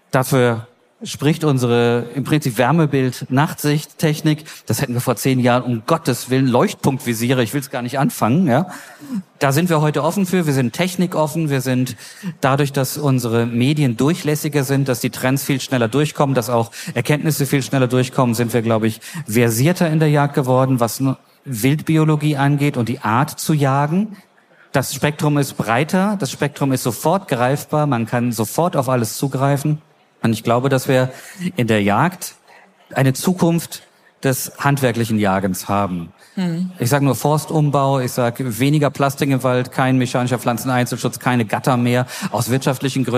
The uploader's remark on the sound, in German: live auf der JAGD & HUND